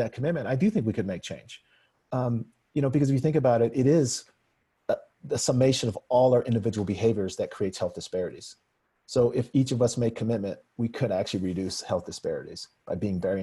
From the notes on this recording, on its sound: In this virtual panel discussion.